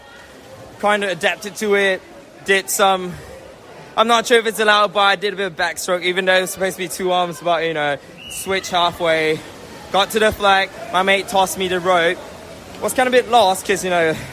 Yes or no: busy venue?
yes